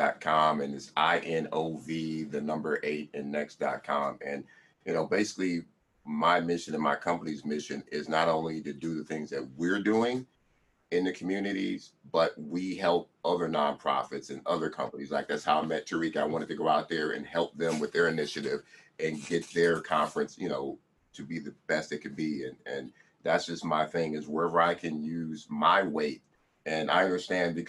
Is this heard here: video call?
yes